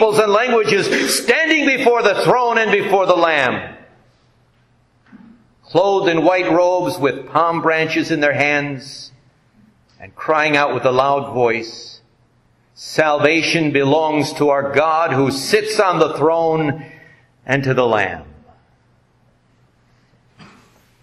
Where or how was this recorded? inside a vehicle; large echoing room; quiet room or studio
large echoing room